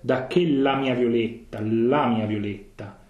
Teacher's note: But is for the singing, is very important to double the L.